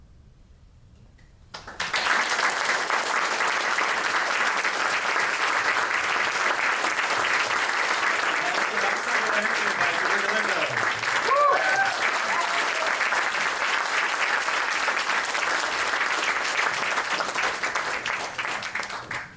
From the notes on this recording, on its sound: Live from Symphony Space in Manhattan.